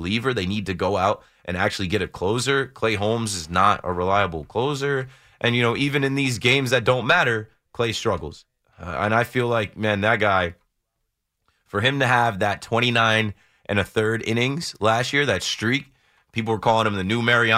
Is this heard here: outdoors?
no